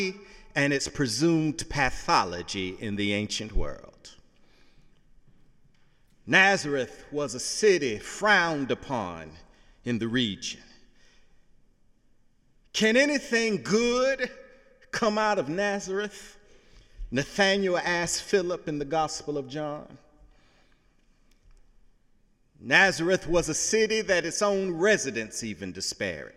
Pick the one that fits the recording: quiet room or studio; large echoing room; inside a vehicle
large echoing room